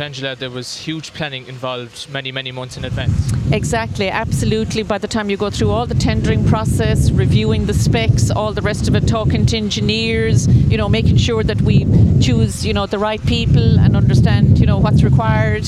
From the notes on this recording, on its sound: Interview as part SBCR live OB programmes of Live at the Green during the Scariff Harbour Festival weekend on Saturday 5th August.